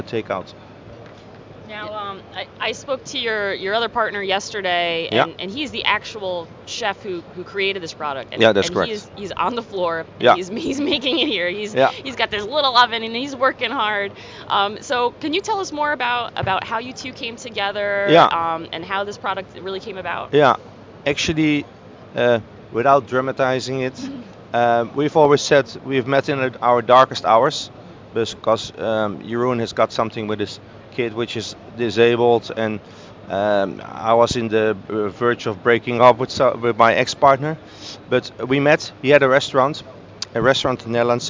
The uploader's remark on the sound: Live From Seafood Expo Global